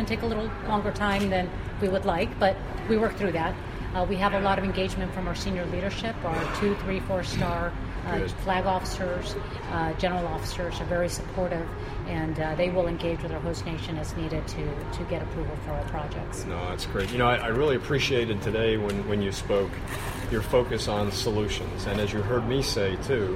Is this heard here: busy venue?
yes